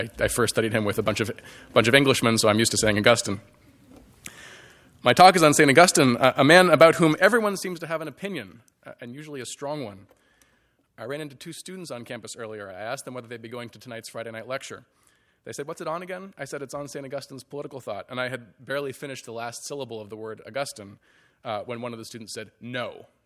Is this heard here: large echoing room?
yes